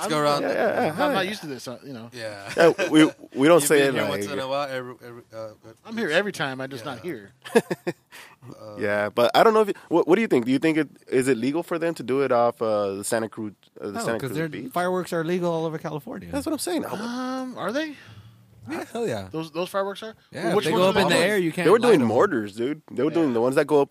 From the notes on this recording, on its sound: We recorded this as the Italians would say "al fresco" at the Lions Den.